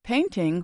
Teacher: The word painting, for instance, has two syllables. The stress is on the first syllable. · Term: word stress